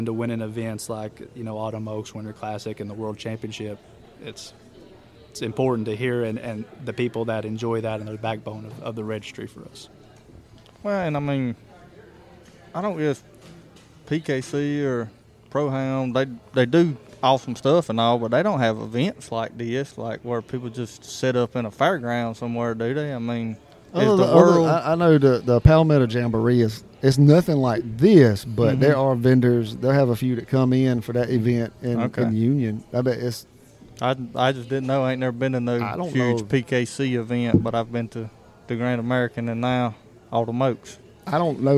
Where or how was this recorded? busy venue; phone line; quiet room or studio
busy venue